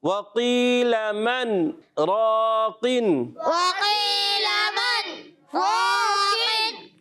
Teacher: سکتہ کیا، تھوڑی دیر کے لیے رک گئے اور پھر آگے بڑھ گئے، سانس نہیں لینا، یہ یاد رکھنا ہے.